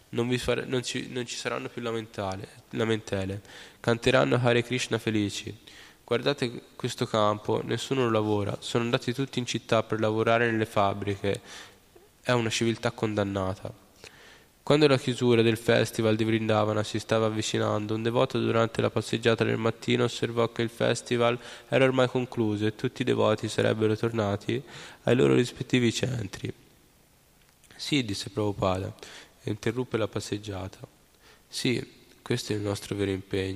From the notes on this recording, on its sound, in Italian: In diretta dal Tempio di Villa Vrindavana.